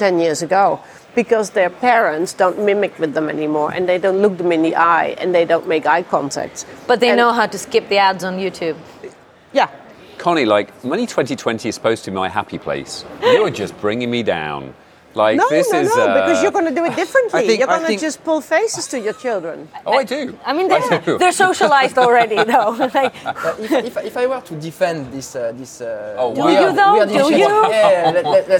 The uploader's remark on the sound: Live from Money20/20